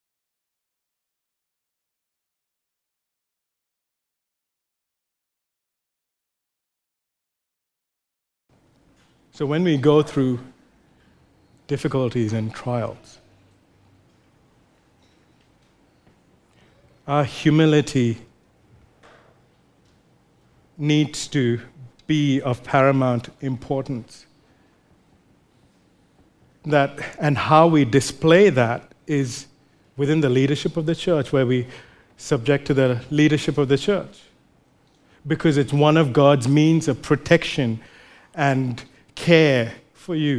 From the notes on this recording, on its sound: recorded live at Grace Community Bible Church